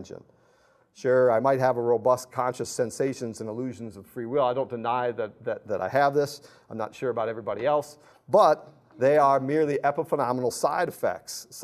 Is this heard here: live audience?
yes